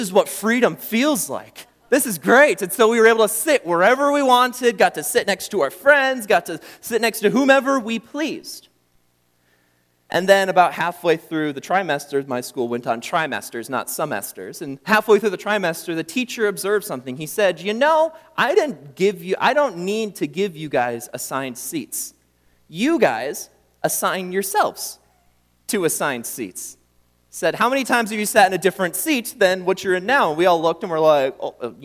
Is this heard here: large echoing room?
yes